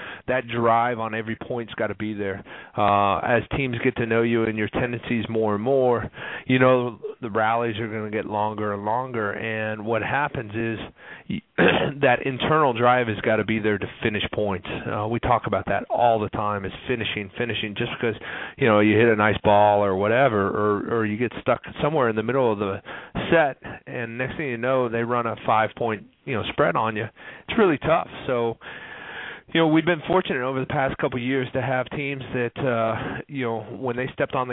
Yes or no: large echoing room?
no